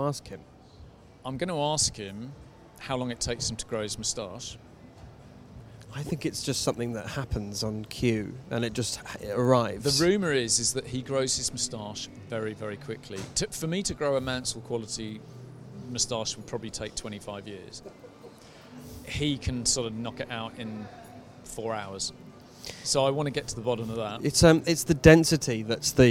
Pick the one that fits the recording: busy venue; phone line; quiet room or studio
busy venue